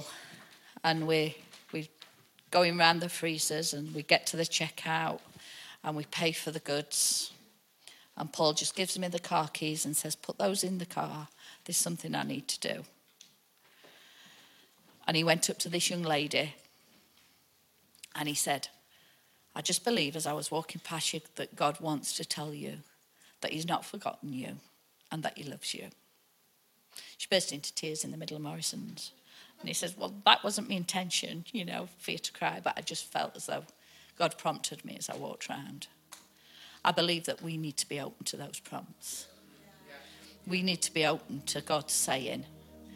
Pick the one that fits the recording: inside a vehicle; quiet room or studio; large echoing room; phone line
large echoing room